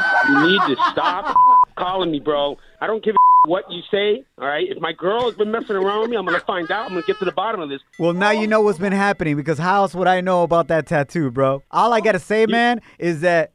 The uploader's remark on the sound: In today's show we opened up the phone lines.